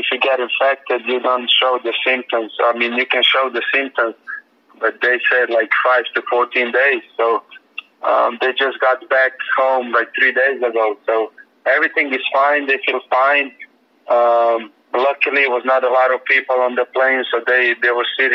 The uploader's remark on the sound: The Miami Heat set up a conference call.